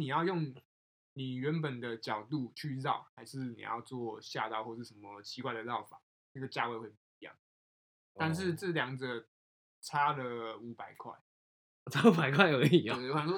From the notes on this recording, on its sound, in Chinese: 這集收音有些問題，敬請大家見諒